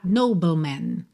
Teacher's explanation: Do B, você vai pro L, língua no céu da boca